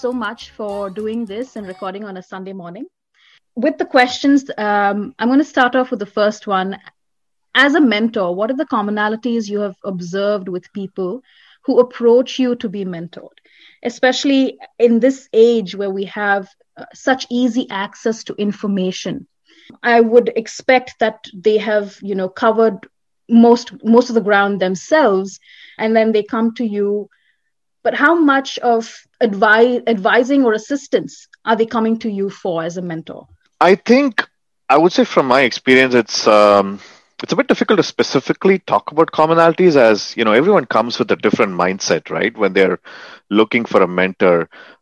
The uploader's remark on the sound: Virtually Recorded